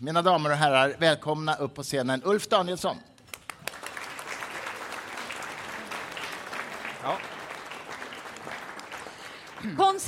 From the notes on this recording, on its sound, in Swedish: Bonusavsnitt live.